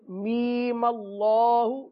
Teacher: می کو نہیں کھینچیں گے ایک الف تک کھینچیں گے